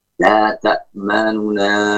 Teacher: Adapun ikhtilas, itu nunnya tidak diucapkan dengan sukun. Nun yang pertama tidak diucapkan dengan sukun, namun diucapkan dengan dhammah dengan suara yang lemah. Pengucapan dhammahnya tidak sempurna.